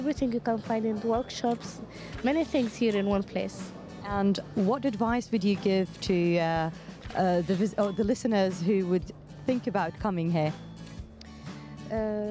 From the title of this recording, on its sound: Live from SIBF 2023